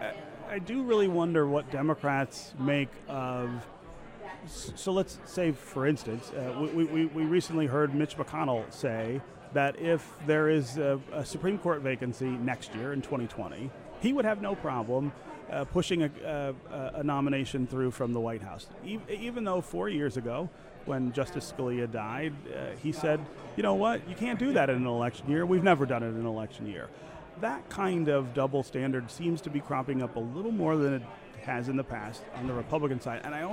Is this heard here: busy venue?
yes